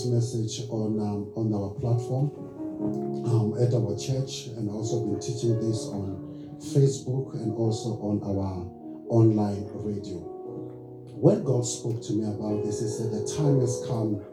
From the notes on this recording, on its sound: Recorded Sunday, 02 July 2023 at Love Beyond in Harveston.